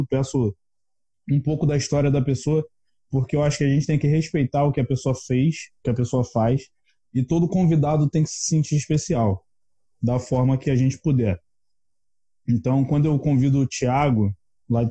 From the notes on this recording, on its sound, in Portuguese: Episódio que foi gravado durante um bate-papo de super aprendizado por uma live do INSTAGRAM